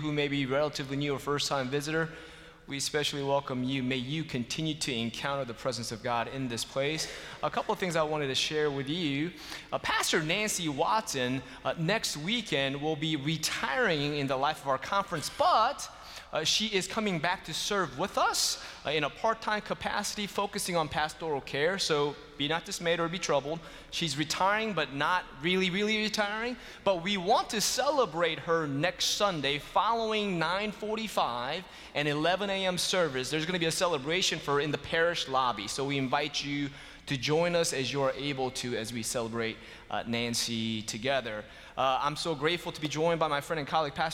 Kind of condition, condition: setting, large echoing room